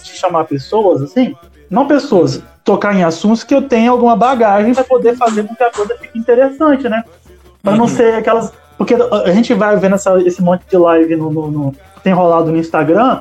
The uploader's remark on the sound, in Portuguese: Episódio gravado em live pela fanpage da liga.